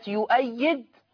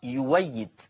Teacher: يعني يؤيد لما أبدلت قرأت يويد، فأبدلت الهمزة المفتوحة بواو مفتوحة · Shown in: second take · Term: إبدال الهمز المتحرك